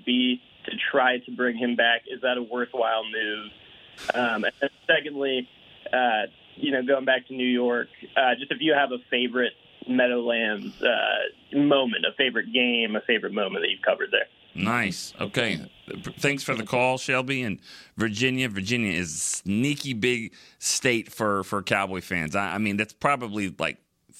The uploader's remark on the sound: The phone lines were on fire. Answer questions from the calls and texts.